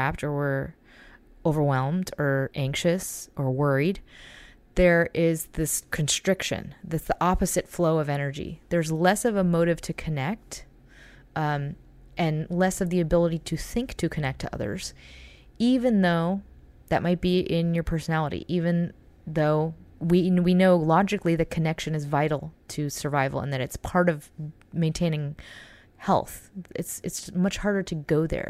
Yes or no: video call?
no